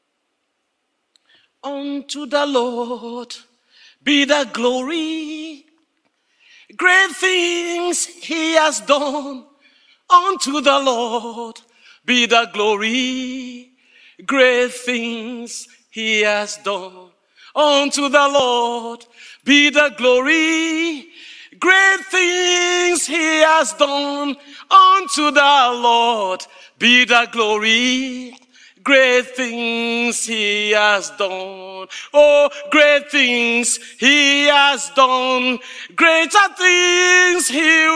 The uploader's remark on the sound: Speaking to a live audience. The video this clip was taken from originally aired inside Classroom 3 of the Discipleship.org Collective.